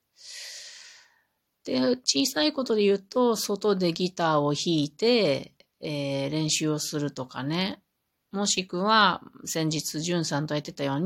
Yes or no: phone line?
no